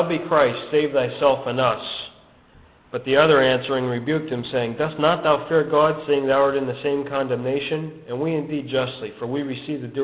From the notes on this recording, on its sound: a good news message given at the Brookfield Gospel Hall in Brookfield, CT in 2005